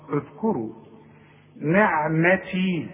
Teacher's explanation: الذال لازم تطلع لسانك فيها، والكاف مضمومة والراء مفخمة.